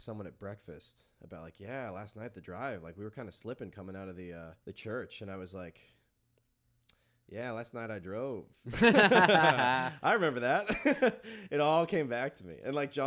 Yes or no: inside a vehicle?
no